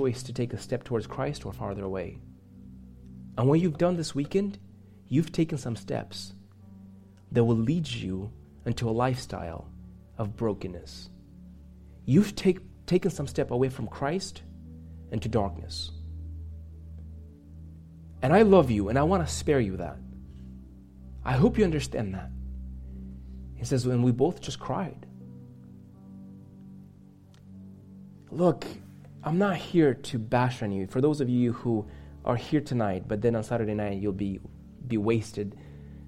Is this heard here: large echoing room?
yes